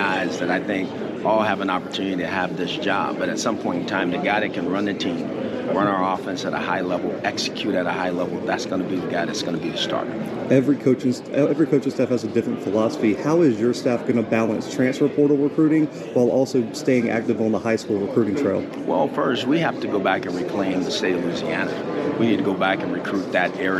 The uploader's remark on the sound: Live from SWAC Media Day in Birmingham, AL.